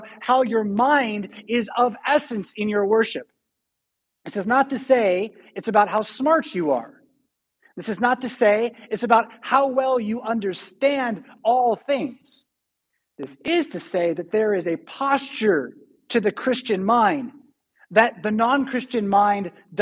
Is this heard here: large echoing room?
yes